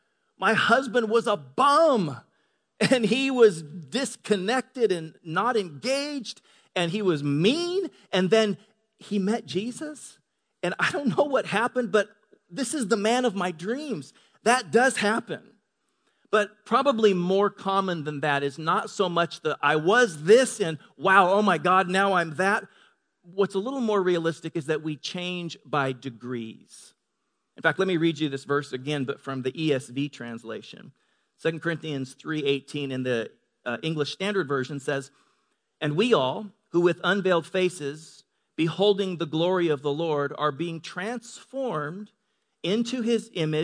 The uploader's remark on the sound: Delivered on 18 March 2018 at Grace Church of La Verne. Delivered on 18 March 2018 at Grace Church of La Verne.